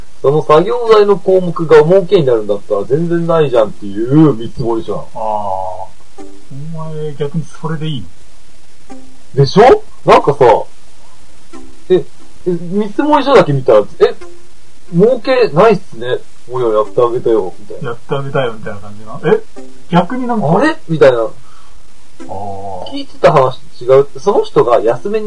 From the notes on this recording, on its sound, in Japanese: 低音質です